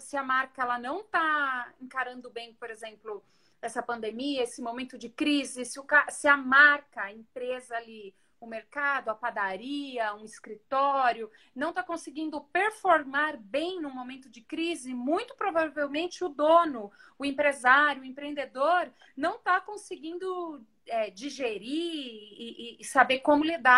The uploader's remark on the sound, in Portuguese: em uma live no instagram